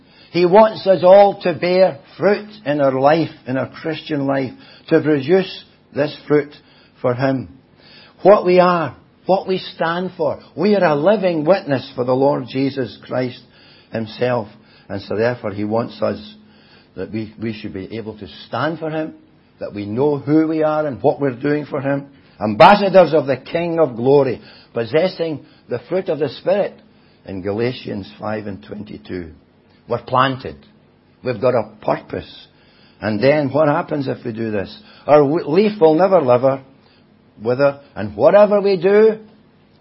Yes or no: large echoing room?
yes